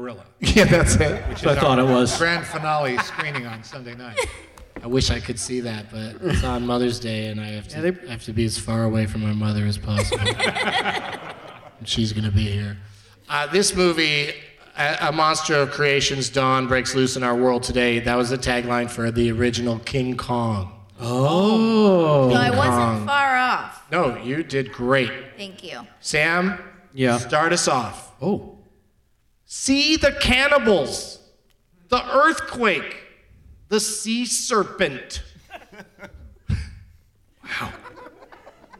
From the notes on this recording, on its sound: Live from the Egyptian Theatre Hollywood as part of Maltinfest